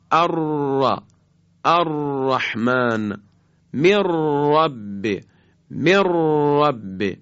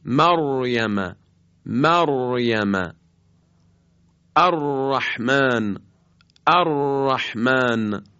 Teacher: و اما مخرج یازدهم محل خروج حرف را هست. این حرف از قطع و وصل خیلی سریع نوک زبان با برجستگی عقب لثه دندانهای صنایعی بالا هست که البته همراه با ارتعاش تارهای صوتیه، که لذا این بارها سری وقتی تکرار میشه میگن صفت تکریر داره، صفت تکریر به این خاطر میگیم.